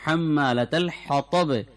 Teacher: আমাদের কণ্ঠনালী আছে, এই কণ্ঠনালীর মাঝখান থেকে হা উচ্চারণ। · Term: বড় হা